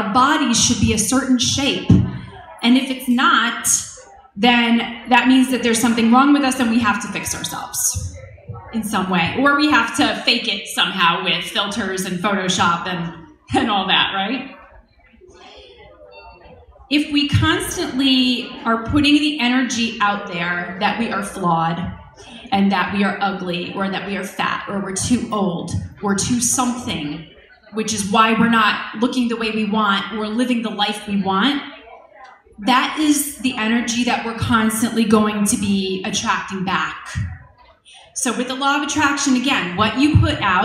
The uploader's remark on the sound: In this podcast episode, I share a talk I recently gave at the 2nd Annual Diva Girl Philly Conference at the University of Pennsylvania.